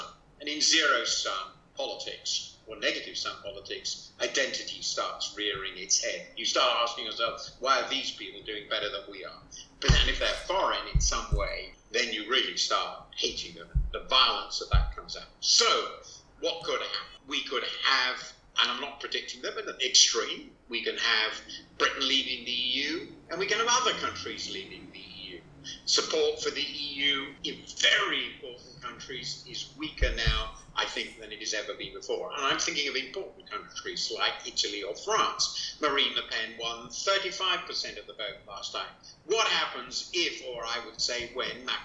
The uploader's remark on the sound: Imperfect audio quality